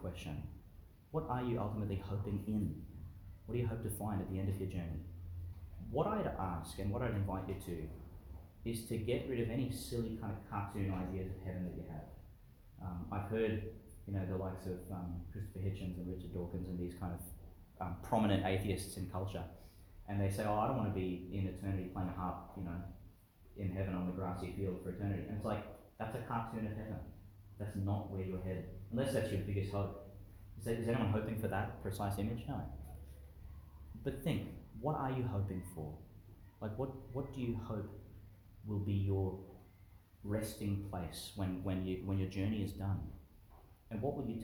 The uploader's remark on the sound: delivered in Chanel College Chapel, Gladstone, Qld.